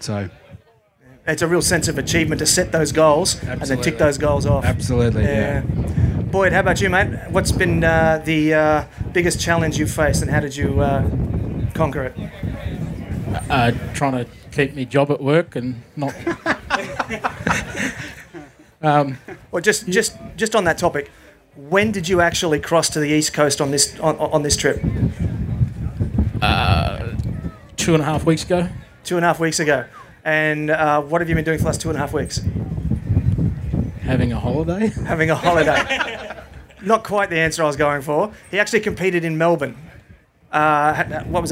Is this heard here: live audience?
yes